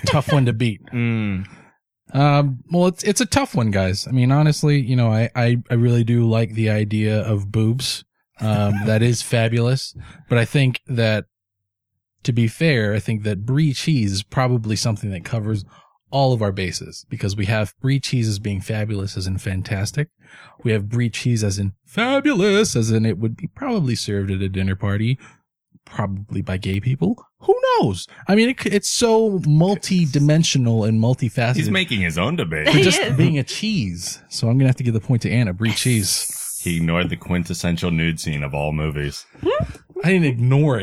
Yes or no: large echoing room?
no